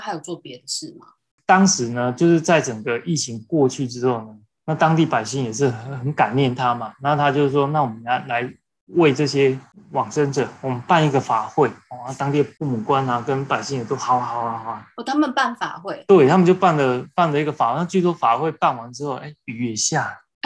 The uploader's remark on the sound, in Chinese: 遵守防疫不群聚原則，節目採用線上錄音喔！